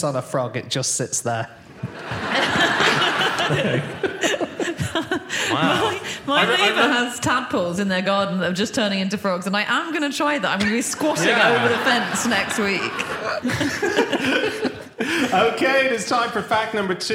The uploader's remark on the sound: Live from Chesterfield